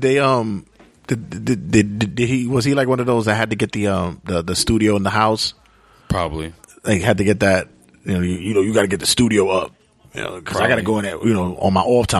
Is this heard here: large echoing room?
no